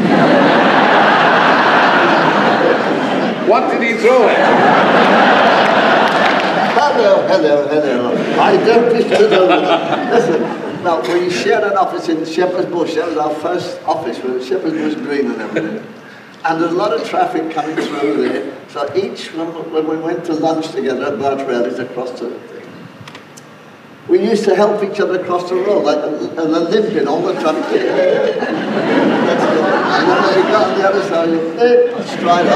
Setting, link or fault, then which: fault, poor sound quality